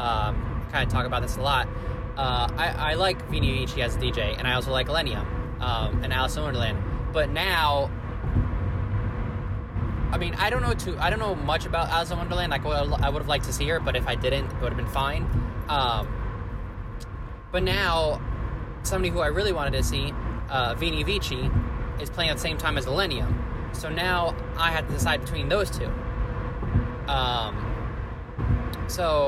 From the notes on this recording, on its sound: Please excuse the car podcast recording.